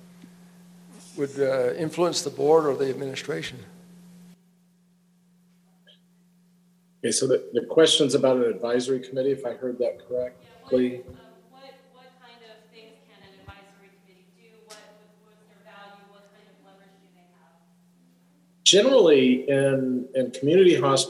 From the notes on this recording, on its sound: Recorded at Angela's Cafe in downtown Gallup